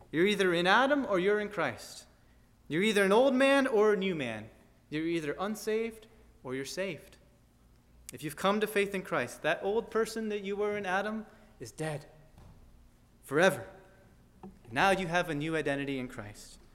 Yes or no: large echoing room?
yes